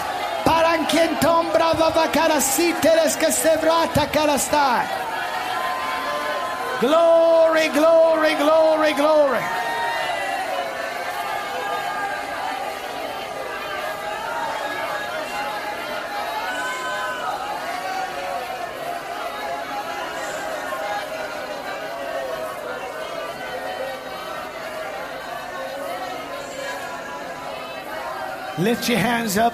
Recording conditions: live audience